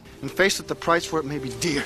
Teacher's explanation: He can't make up his mind whether to leave the R's in or take them out.